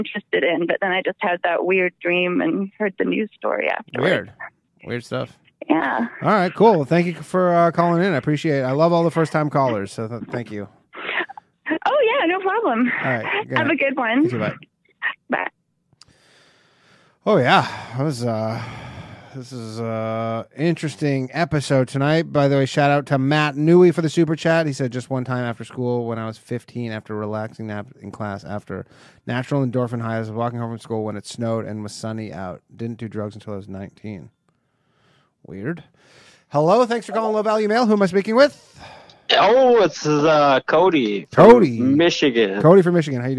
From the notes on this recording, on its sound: The bad advice question/call in show.